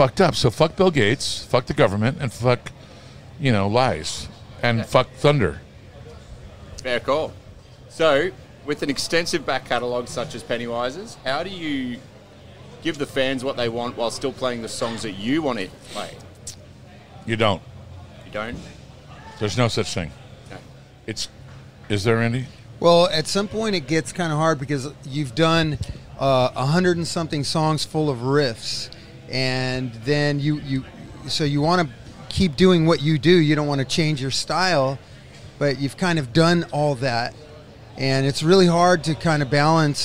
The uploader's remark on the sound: at the recent Good Things Festival in Brisbane